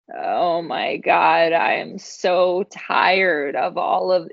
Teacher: it's like they're frying their vocal cords · Term: vocal fry